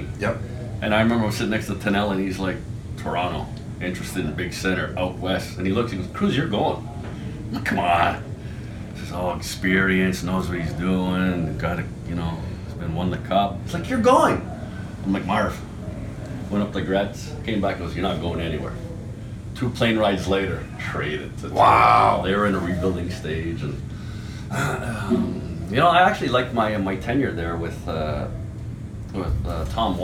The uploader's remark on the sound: Originally produced for the “Bruins Alumni TV” series, this interview was recorded at the recent NHL Alumni Pro-Am outside of Boston.